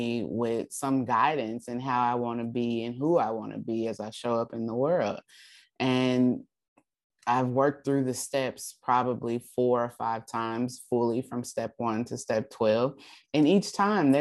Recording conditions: video call